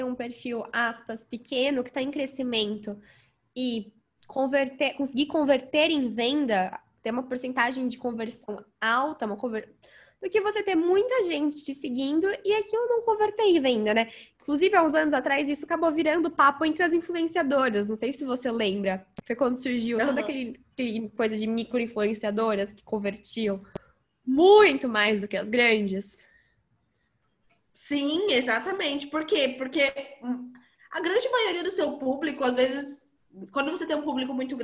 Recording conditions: video call